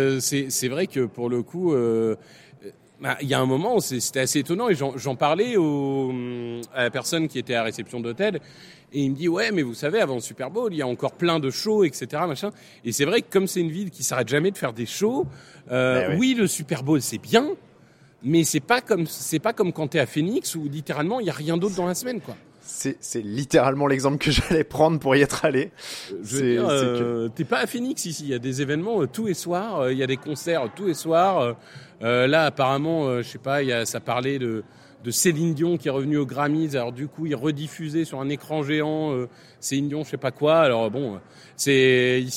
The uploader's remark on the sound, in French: Live au Super Bowl LVIII